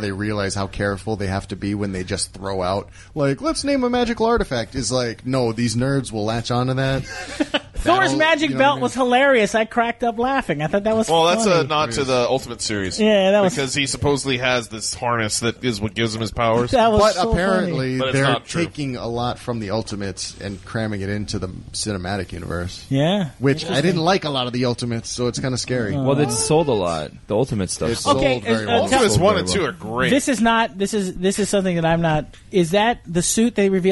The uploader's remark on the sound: All recorded live at Maui Comics & Collectibles.